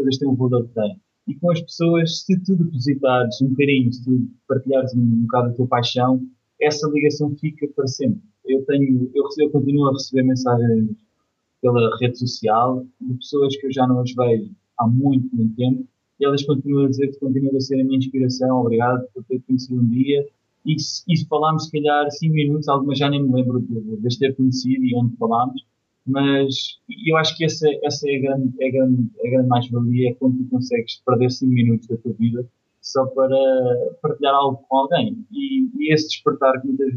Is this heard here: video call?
yes